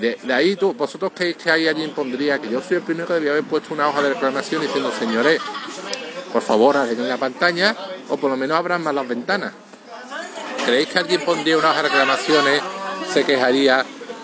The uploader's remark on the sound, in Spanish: con ruido de un pub de fondo, así que la calidad no sera muy buena